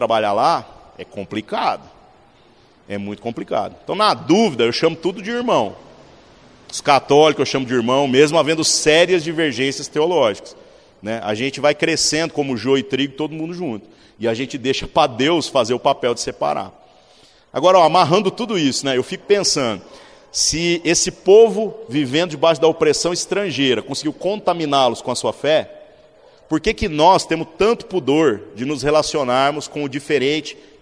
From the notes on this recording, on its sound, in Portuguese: Culto semanal de exposição Bíblica. Na Igreja Sal da Terra - Manifesto, em Uberlândia-MG.